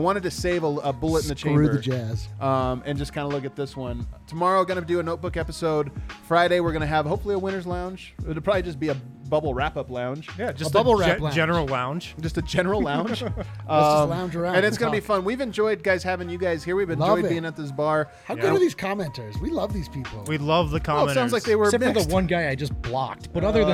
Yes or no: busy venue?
yes